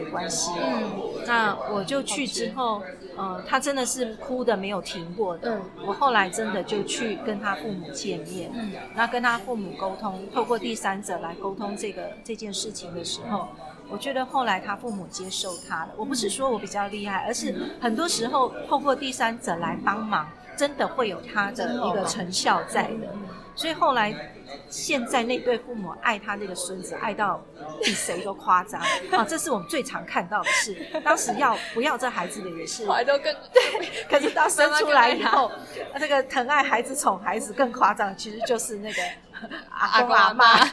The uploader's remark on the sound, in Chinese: 本次錄音空間較多雜音，音質不佳還請多多包涵